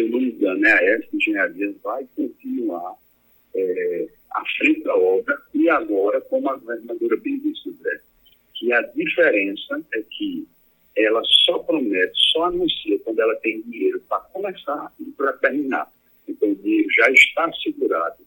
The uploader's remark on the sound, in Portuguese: Entrevista por telefone ao programa A Tarde é Sua da Rádio Pajeú.